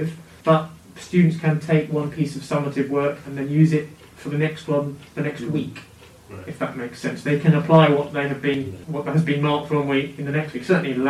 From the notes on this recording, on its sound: We're aware the audio isn't ideal.